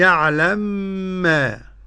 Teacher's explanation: قرأ السوسي بإدغام المثلين